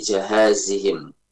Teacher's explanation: Jahazihim, jimnya di fathah ya, tidak di kasrah. Nah, ini juga rawan, bukan jihazihim tapi jahazihim.